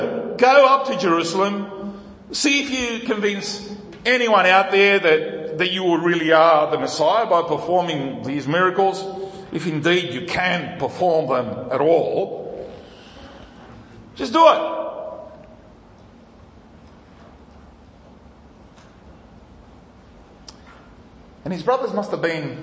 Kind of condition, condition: setting, large echoing room